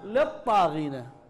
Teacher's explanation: لأنه الطاء جاء ورا اللام أدغمت اللام بالطاء